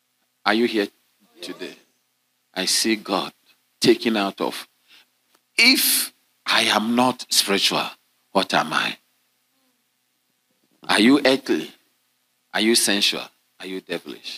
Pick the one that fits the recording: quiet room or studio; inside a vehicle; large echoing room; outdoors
large echoing room